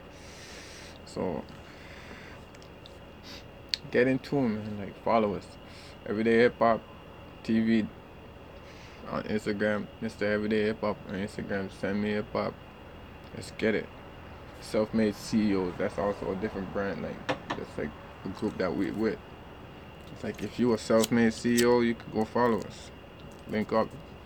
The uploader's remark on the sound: Sorry for background noise I was in my backyard chilling